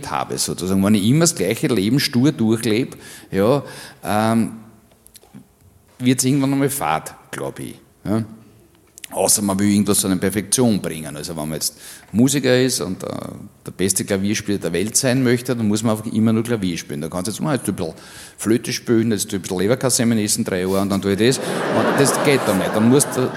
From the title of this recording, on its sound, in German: Auf dem roten Stuhl LIVE SHOW (Teil II)